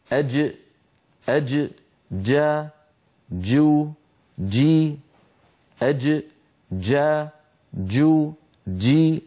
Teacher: الجيم الفصيحة الصحيحة التي كانت العرب تنطقها زمن النبوة من وسط اللسان، شديدة يعني محبوسة الصوت، مجهورة يعني محبوسة النفس